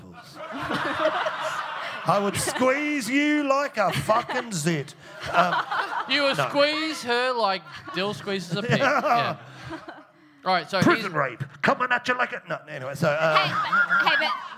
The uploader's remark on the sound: Recorded LIVE in Perth on October 30th at Rosie O'Grady's.